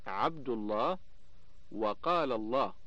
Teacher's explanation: اللام المفخمة، وذلك في لفظ الجلالة إذا وقع قبلها ضم أو فتح